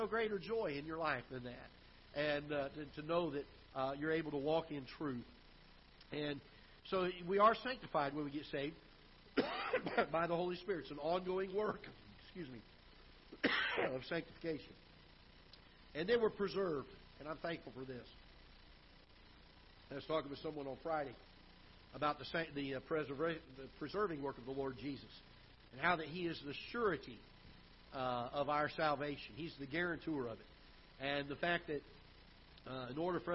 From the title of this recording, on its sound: Ketha Heights Baptist Church ~ Live Broadcast